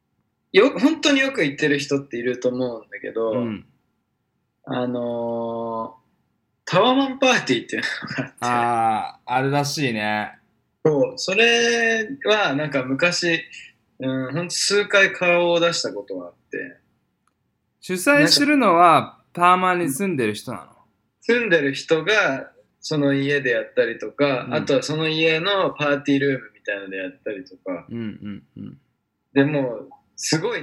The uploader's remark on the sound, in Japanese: 今日は、シンガポールと東京の遠隔収録。